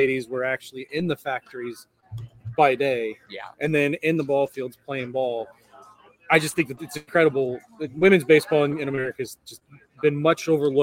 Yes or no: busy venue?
yes